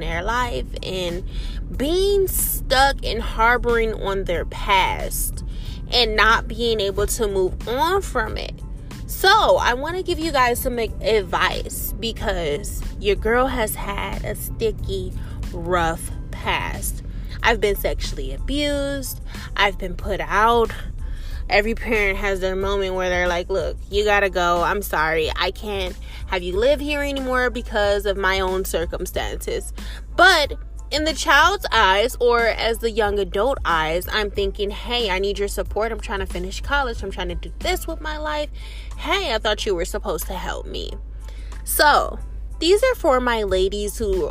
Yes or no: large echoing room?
no